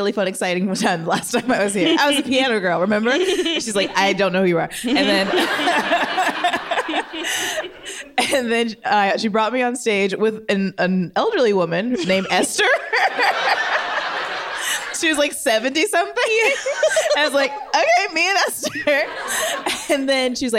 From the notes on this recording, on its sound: audience questions